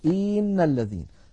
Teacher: الخطأ الذي يمكن أن يفعله الإنسان أن يمط كسرة الهمزة فيقول إن الذين.